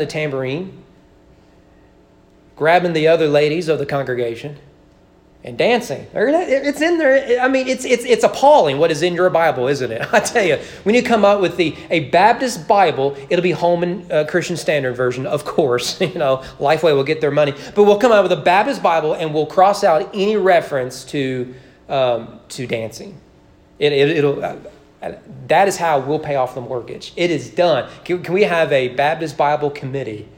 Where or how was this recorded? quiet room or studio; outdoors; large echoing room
large echoing room